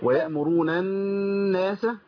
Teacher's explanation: لما ليه عندنا النون عليها شدة نركب غنة كده من الأنف